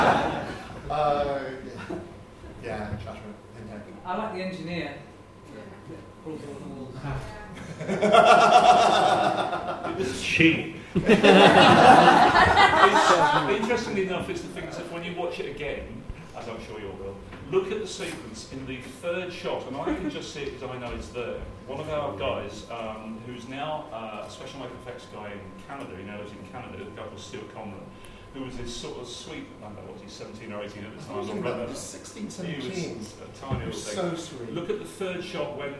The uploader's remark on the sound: We recorded the Q&A sessions and here they are. As it was a live recording of a staged event the sound quality does vary throughout.